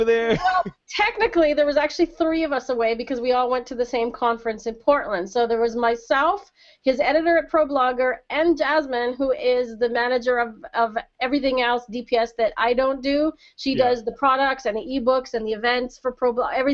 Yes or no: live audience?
no